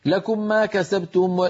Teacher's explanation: هو أدغم الميم في الميم لكنه لم يأتي بغنتها المطولة